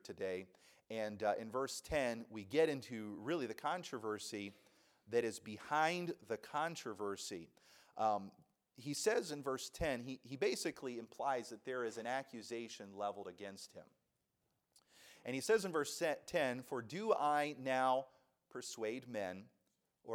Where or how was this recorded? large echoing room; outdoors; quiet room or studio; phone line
large echoing room